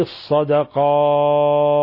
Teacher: يمحق الله الربا ويربي الصدقات، لاحظوا تفخيم الألف بعد القاف، صدقات، ولاحظوا همس التاء حالة الوقف عليها